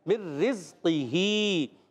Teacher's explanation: یہاں را کو باریک رکھنا ہے، را کے نیچے زیر ہے